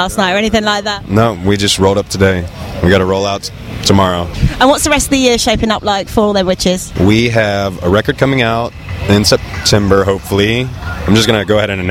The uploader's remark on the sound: backstage at Download Festival 2018